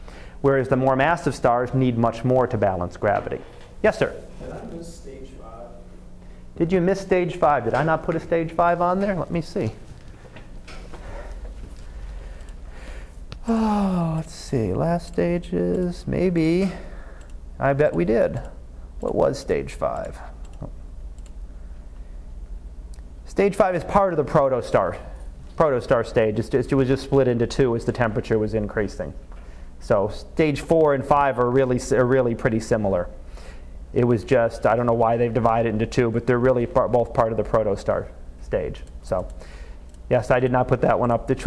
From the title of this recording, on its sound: Live Class Lecture